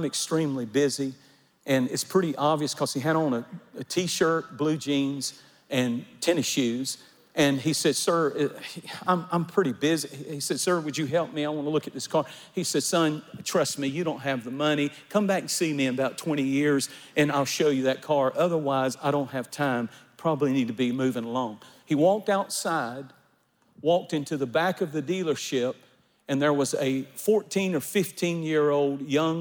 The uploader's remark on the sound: recorded at our Divine Conference